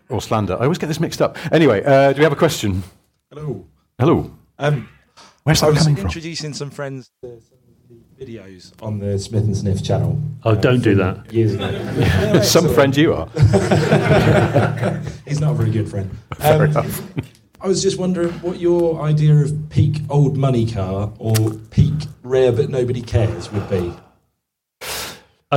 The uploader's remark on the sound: Audience questions live from Coventry. In their second live recording at Stellantis HQ.